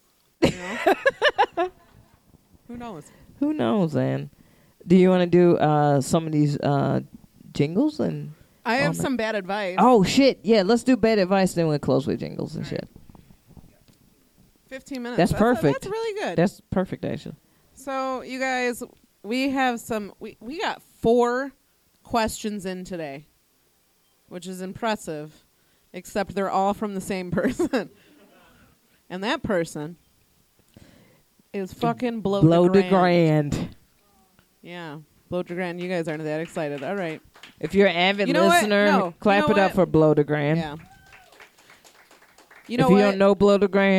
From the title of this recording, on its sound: Live at Jo's